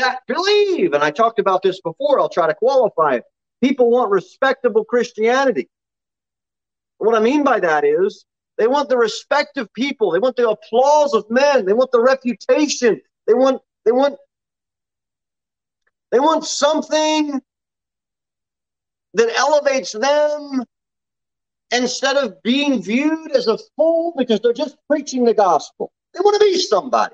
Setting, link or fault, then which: setting, large echoing room